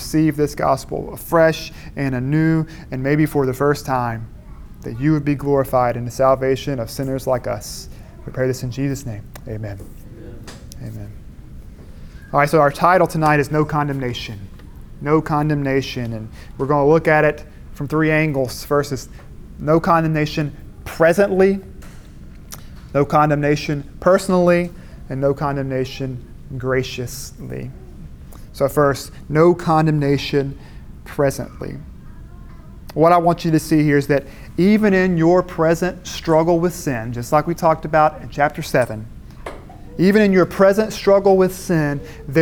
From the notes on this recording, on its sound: Audio from a Sabbath Dinner sermon